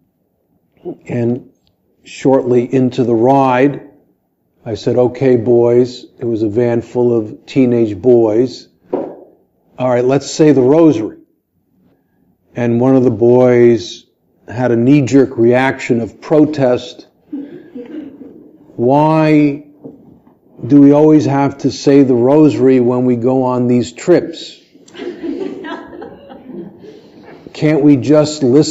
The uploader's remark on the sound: This podcast was recorded live during an Evening of Recollection in October 2016.